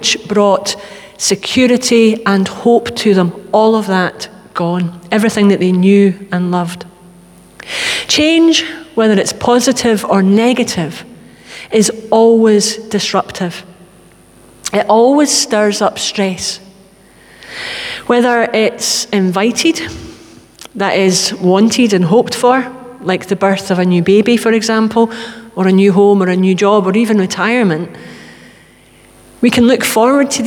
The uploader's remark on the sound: Sunday Worship: 3 October 2021 (Live at the Old Kirk)